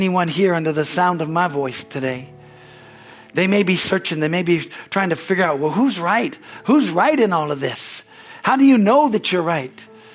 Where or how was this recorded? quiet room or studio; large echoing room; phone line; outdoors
large echoing room